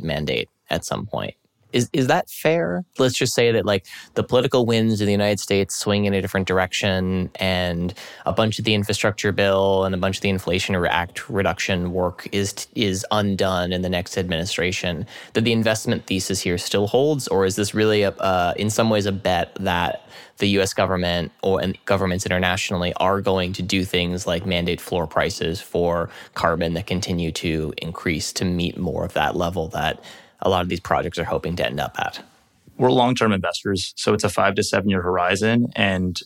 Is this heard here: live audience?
no